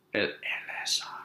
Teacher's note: It's giving you the ah for the A sounds, and then the R's are both trilled.